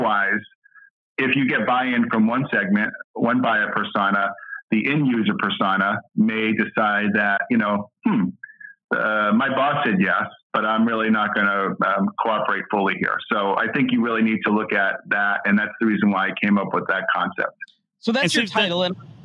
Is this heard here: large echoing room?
no